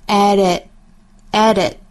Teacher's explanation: Looking at 和 it 连读在美音之中有一点点不同啊，就是 at 和 it 的连读，读成 at it,那又是一个弹舌音了